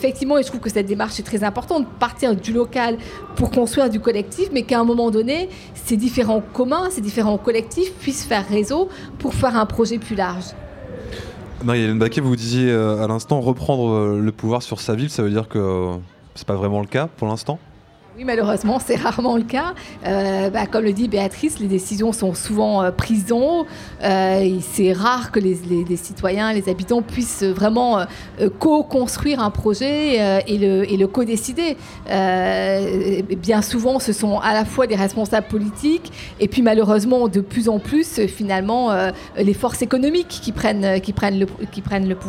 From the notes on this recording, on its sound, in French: Une émission débat enregistrée à la Grande Halle de la Villette, dimanche 13 décembre 2015, lors du Festival Freestyle. TEPOP occupait le vaste espace en mezzanine sur le Balcon n°1 de la Grande Halle de La Villette, pendant le festival FREESTYLE (skatepark, Hip Hop, DJ sets, street market, BMX…) ouvert à tous gratuitement. L’animation et l’enregistrement de ces débats étaient assurés par L’œil à l’écoute.